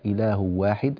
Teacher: أين الغنة؟ تركتها فقرأت إله واحد بدون غنة